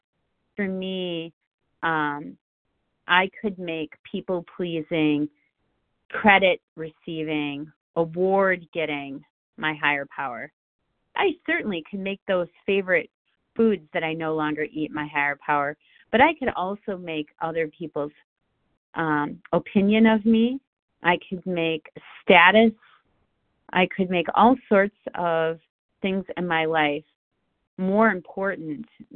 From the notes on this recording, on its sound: from the 100 Pounders Phone Meeting, 6/27/23.